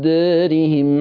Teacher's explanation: تنسوش إن دارهم تقليل قولا واحدا، لأن جه بعد الألف راء متطرفة مكسورة